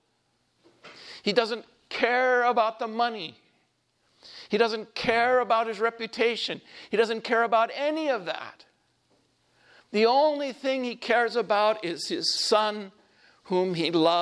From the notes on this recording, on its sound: This homily was shared at Saint Rose of Lima Church in Cheney, Washington.